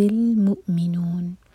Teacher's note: حمزہ پر cut off sound اور سکون کے بعد می پر زور